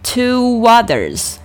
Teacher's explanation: Two others opened theparcel。Two 和 others 要进行连读，连读的时候可以使用一个非常轻非常快的 w 的音啊，去连接它们